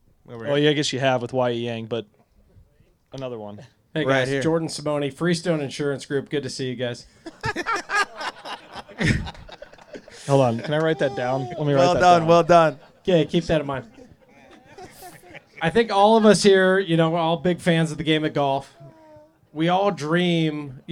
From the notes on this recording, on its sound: Live from the first ever ’The Larry’. Answer a wide range of questions from the live audience at Grayhawk Golf Club.